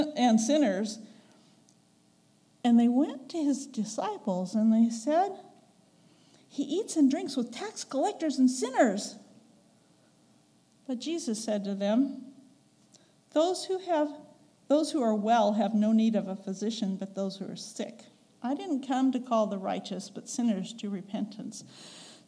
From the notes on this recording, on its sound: Recorded on November 5, 2022, at the Ringgold Seventh-day Adventist Church.